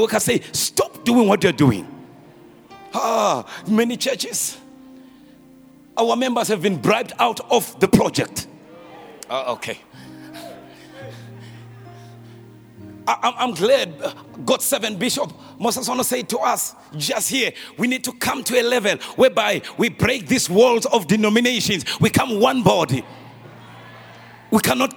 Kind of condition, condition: setting, large echoing room